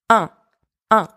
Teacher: The letters A-I-M together and the letters I-N together in this word are pronounced un. Un, which is a nasal vowel.